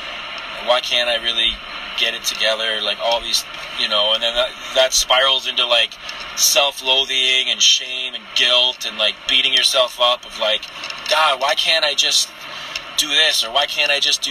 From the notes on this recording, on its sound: Some thoughts I recorded while driving